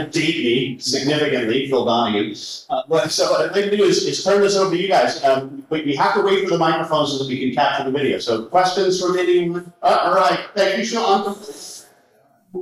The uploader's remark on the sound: LIVE from the Meeting of the Minds 2022. Doing the show live from the 90 Minds annual conference, The Meeting of the Minds in Huntington Beach, CA.